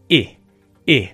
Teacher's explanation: The tongue is slightly lower and it's a short vowel sound.